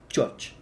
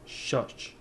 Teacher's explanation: So instead, we're going to take away that D and devoice the J to a sh. · Shown in: second take · So it's sh.